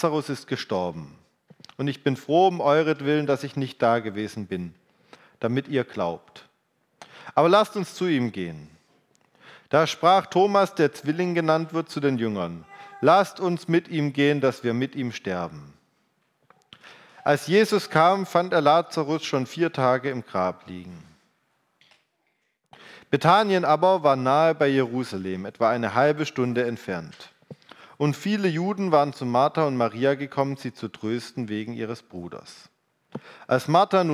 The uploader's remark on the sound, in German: Predigt vom Gottesdienst